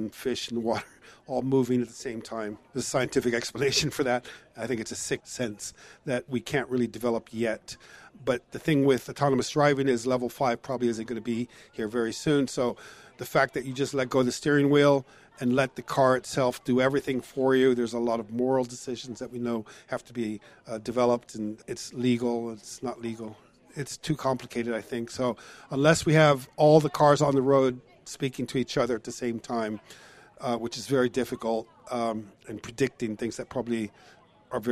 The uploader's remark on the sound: live from the Concours of Elegance